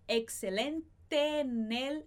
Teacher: A gente junta esses dois S em um só.